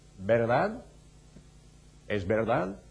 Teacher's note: They say, for example, the little V, which comes from the Greek in Latin, in the Spanish word verdad, which means the truth, V-E-R, they pronounce it with a B